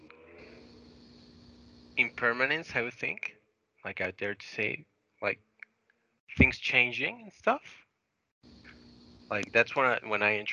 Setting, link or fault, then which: link, video call